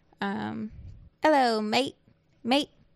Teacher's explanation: It's kind of going up at the end. I'm not doing it justice. · Term: UpTalk